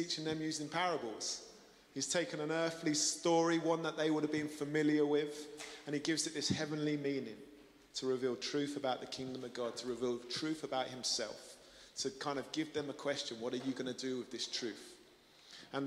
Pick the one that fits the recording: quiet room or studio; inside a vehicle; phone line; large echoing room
large echoing room